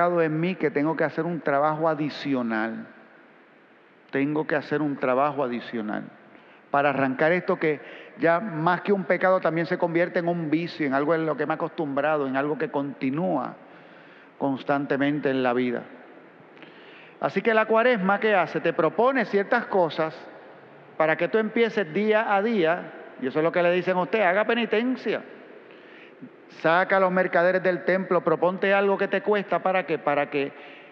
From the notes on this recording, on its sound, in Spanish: Grabada en la celebración eucarística dominical en nuestro Santuario el sábado 2 a las 6:00 P.M.